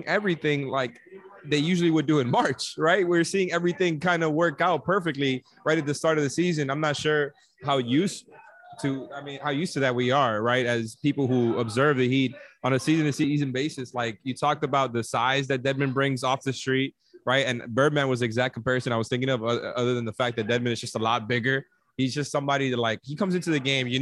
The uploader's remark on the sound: The podcast is live from Dangerous Minds Brewing in Pompano Beach.